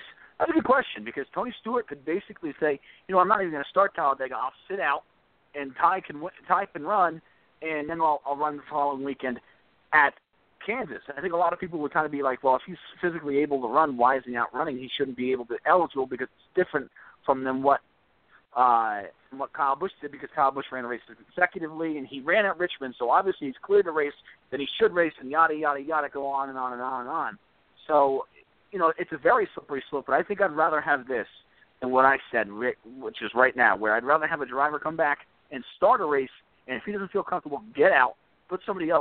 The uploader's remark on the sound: take your phone calls